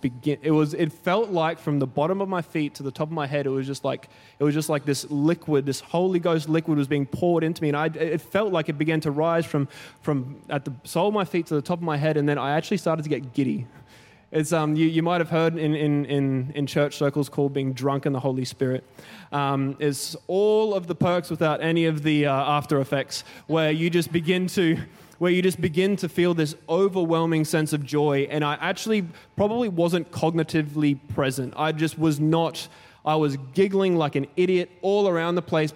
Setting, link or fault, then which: setting, large echoing room